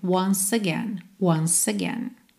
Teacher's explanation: Como o E final de once não é pronunciado, a gente já junta no again